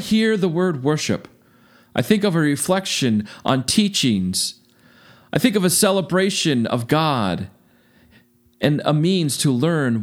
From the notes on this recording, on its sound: This sermon was preached at Faith Lutheran Church in Gardner, MA.